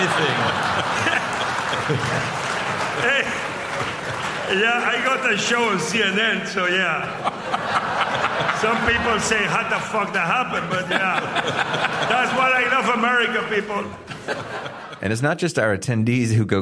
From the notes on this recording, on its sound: We're live at Wine Spectator's New York Wine Experience